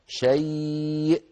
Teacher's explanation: لابد من طبق الوترين على بعضهما بقوة · Term: الهمزة الساكنة